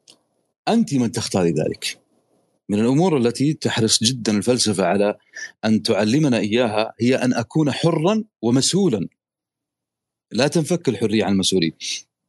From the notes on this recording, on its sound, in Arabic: تسجيل لمساحة ابن رشد الأسبوعية على منصة تويتر